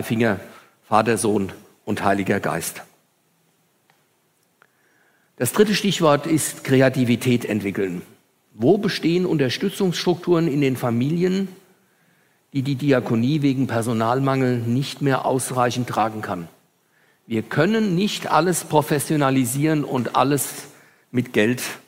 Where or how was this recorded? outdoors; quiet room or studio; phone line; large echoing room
large echoing room